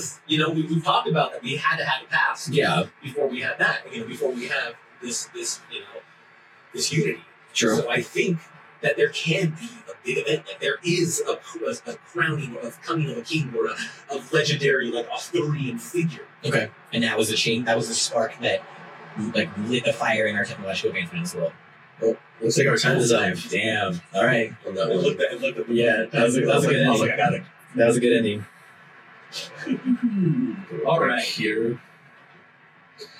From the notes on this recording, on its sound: Audio is not up to snuff due to technical issues.